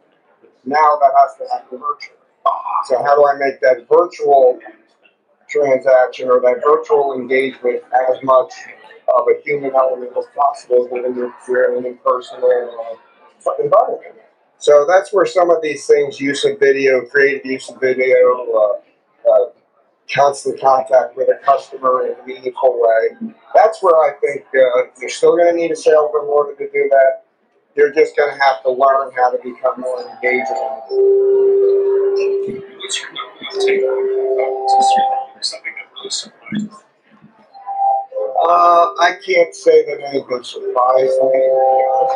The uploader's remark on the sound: Ambush Interview Driving Sales 2022